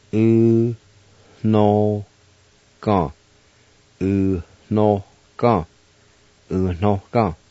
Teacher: In this word, you will add an H sound with the N-O sound. Or in other words, the N sound is kind of nasalized.